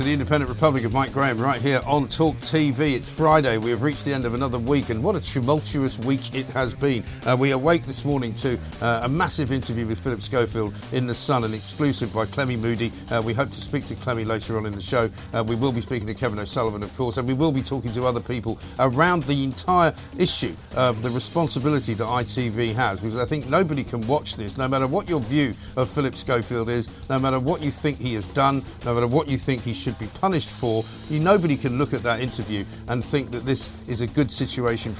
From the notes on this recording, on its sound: live from the Epsom Derby